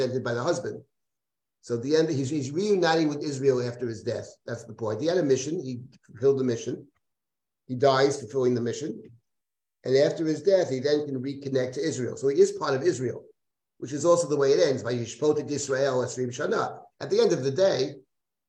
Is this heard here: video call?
yes